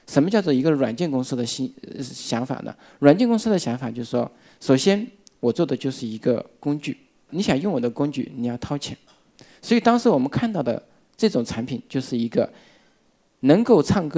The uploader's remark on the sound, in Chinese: 一席现场